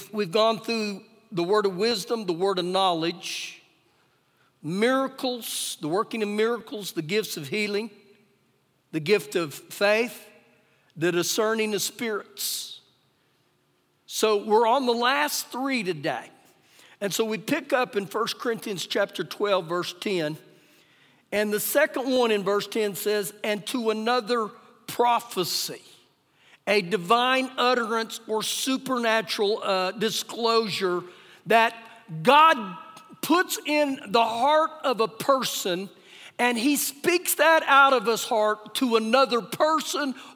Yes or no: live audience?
yes